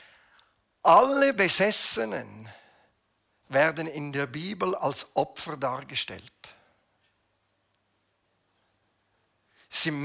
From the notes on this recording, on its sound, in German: Eine Predigt der BewegungPlus Burgdorf